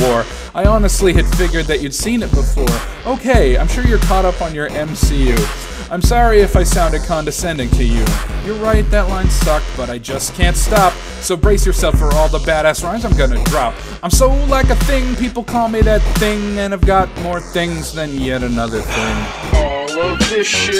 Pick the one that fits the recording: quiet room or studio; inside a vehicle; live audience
inside a vehicle